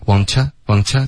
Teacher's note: 他送气的比较用力呢，这个 t 的音呢，听起来有一点像一个 ch 的音